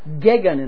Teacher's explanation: with the accent on the first syllable